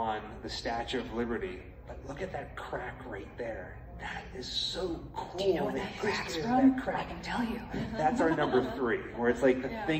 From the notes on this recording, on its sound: Recorded at Days of the Dead Chicago on November 18, 2022.